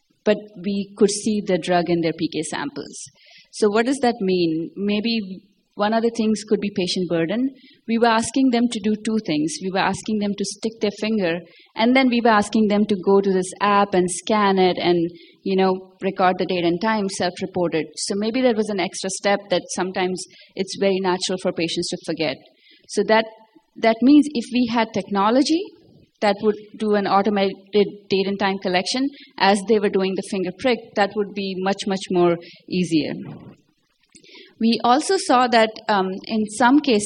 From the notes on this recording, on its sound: In this session presented at the Mobile in Clinical Trials 2018 conference